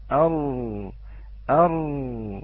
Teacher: هناك انكسار في ظهر اللسان مع ارتفاع مقدمة اللسان أر، وارتعالة رأس اللسان هذه أخوتي الأحبة لا بد منها لكي تميزها أيضا من اللام.